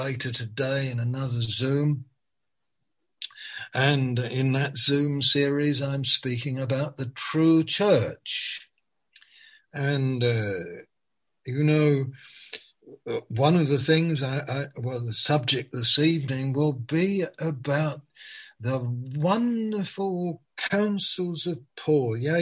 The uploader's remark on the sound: Malaysia Meets (Zoom).